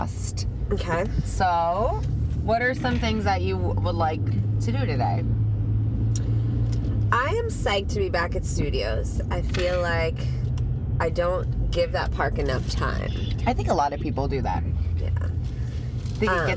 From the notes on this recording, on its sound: LITERALLY in the car heading to Disney World.